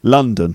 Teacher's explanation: there is a stressed syllable in London. It's the first syllable